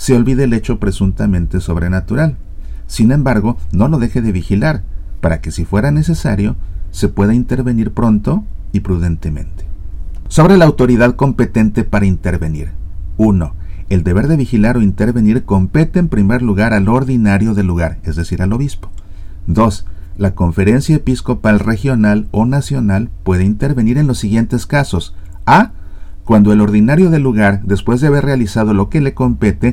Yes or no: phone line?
no